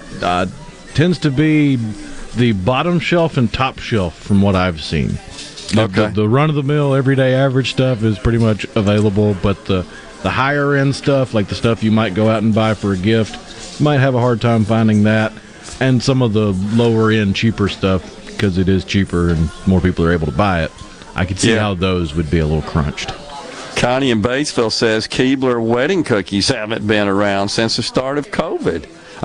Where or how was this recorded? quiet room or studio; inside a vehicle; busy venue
busy venue